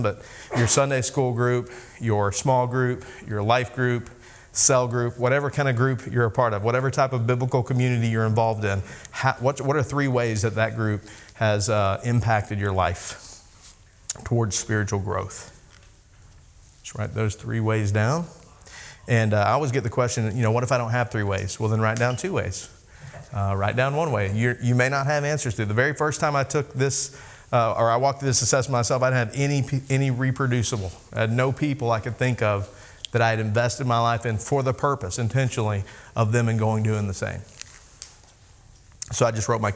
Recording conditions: live audience